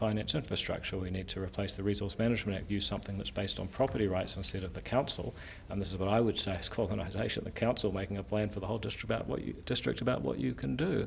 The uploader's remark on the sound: In a fiery interview recorded at Waitangi.